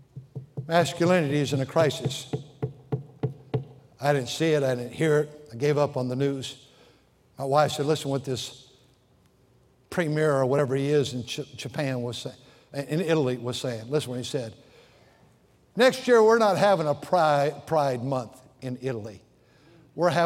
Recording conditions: large echoing room